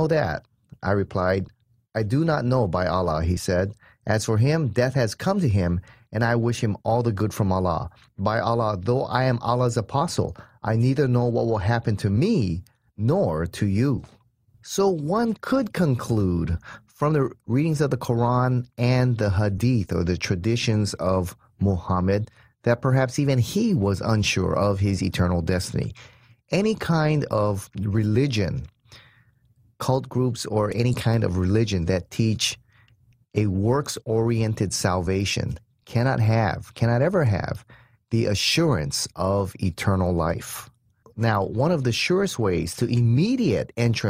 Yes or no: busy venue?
no